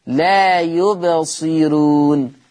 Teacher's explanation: طالما أن الراء مضمومة وقبل منها كسر أصلي فترقق زي عندنا في المثال الأولاني في الآية اللي احنا كنا بنأديها لا يبصرون، ده كده حفص فخم، أنا عايز ورش لا يبصرون، ويرقق الراء.